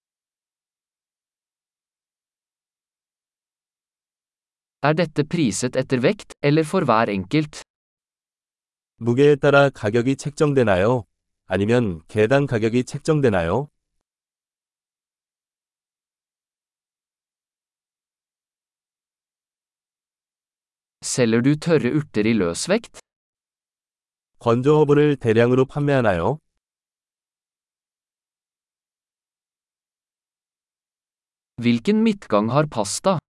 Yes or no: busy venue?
no